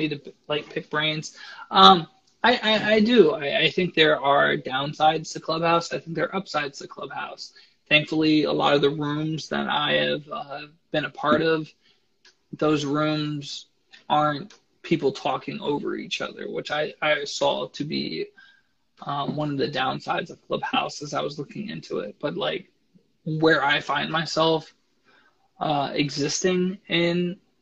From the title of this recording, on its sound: Instagram Live